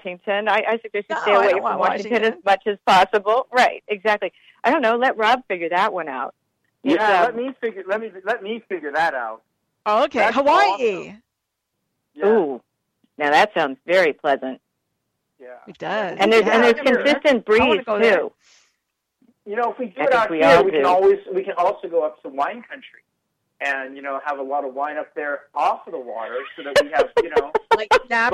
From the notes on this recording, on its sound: a call in show